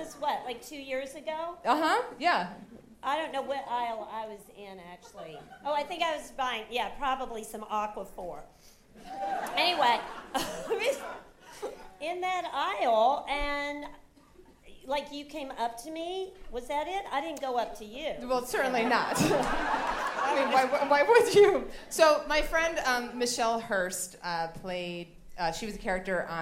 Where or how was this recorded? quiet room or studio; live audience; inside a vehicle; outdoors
live audience